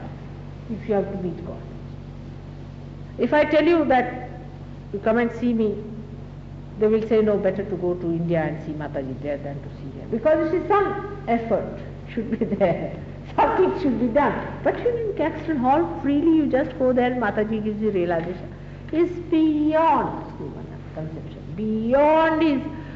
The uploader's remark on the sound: Archive audio. At a Sahaja Yoga meeting in Caxton Hall, London, England.